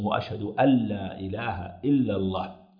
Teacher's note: فلا يظهر النون، يدغمها في اللام، لأنه بعد اللام والراء يكون إدغاما بغير غنة، النون الساكنة